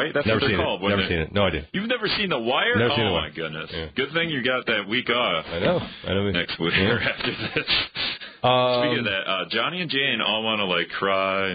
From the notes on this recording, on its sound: Some people called in to tell him get out of town